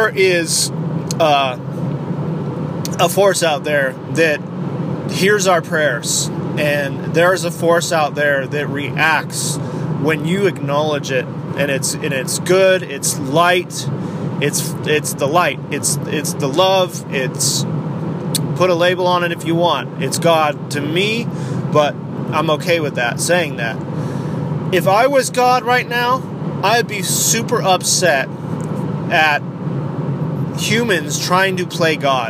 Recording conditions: inside a vehicle